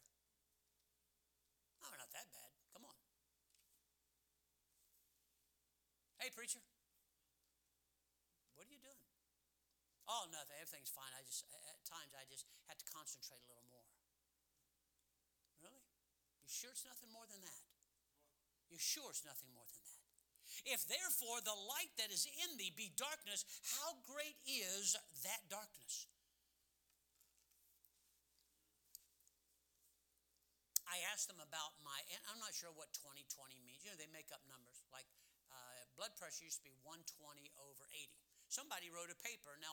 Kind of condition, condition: setting, large echoing room